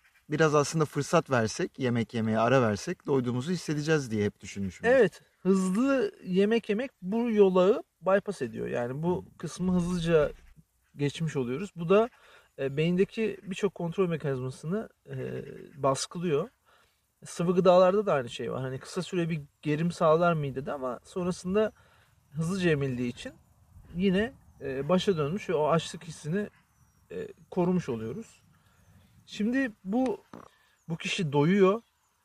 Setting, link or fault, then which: fault, wind noise